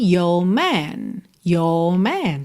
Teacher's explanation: Também não enrolou o R aqui no your